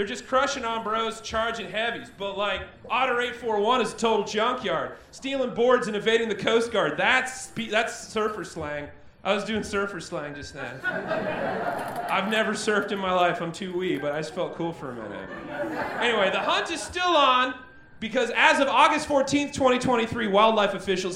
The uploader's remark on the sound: Recorded LIVE at Chicago’s Historic Green Mill Lounge on August 19th 2023